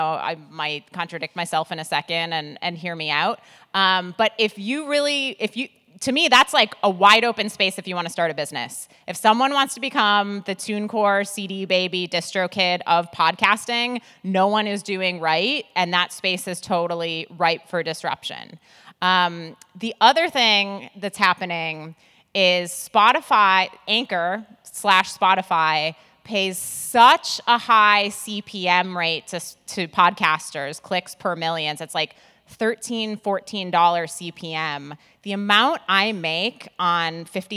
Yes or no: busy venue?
yes